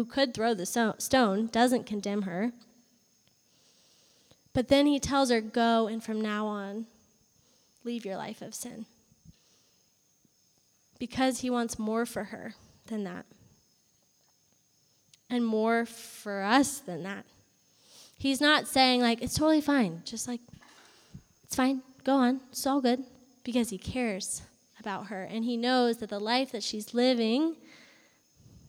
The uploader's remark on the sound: Live from our fall worship night at Clemson.